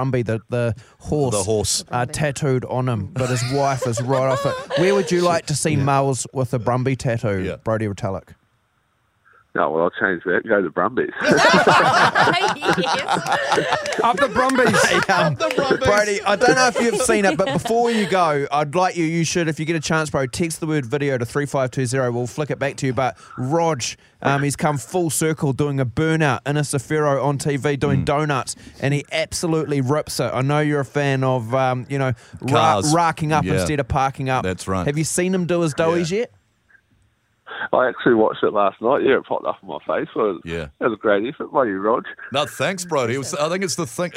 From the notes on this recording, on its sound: We were joined on the phone